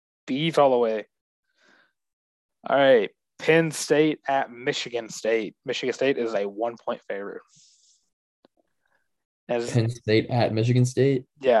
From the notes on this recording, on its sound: the Zoom edition of The Benchwarmer's Podcast